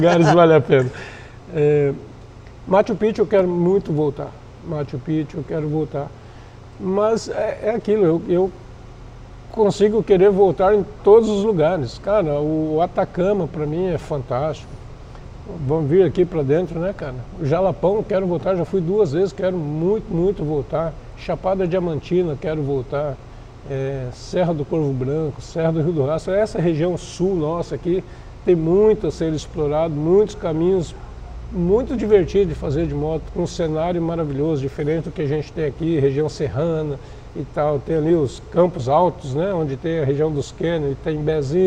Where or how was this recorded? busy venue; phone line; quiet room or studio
busy venue